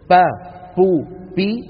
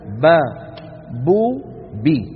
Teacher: ليس مع الباء العربية هواء متدفق · Shown in: second take · با بو بي ليس في العربية هذه الأصوات، في العربية با بو بي مجهورة وليست مهموسة.